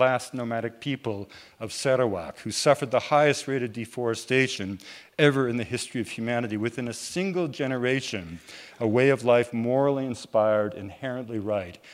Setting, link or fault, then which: setting, busy venue